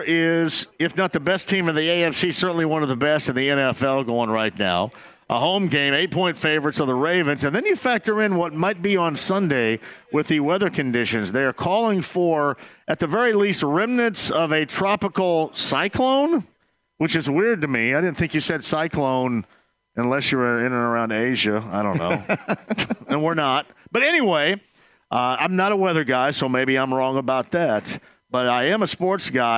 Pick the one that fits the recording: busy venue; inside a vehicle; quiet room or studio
busy venue